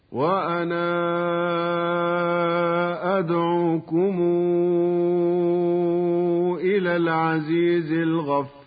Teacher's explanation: أما ورش فالمد المنفصل عنده يمد بمقدار 6 حركات هكذا: وأنا أدعوكم إلى العزيز الغفار.